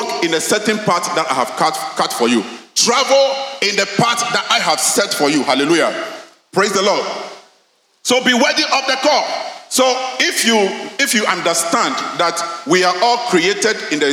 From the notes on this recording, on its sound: Sermon preached at CBC Shiashie Campus